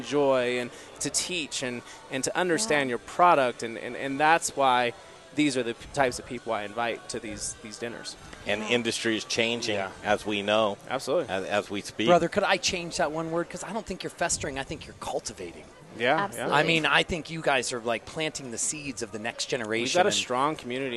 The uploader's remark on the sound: cooking live at Pizza Republica and talking to guests!